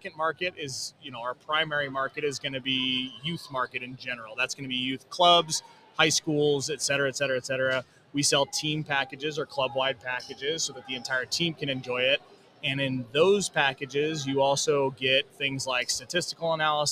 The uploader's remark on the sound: Live From the AVCA Convention in Tampa, Florida